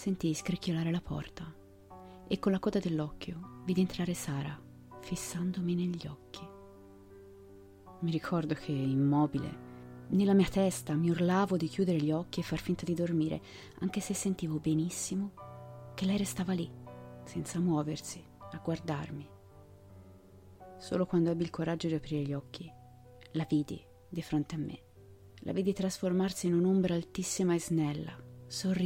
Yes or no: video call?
no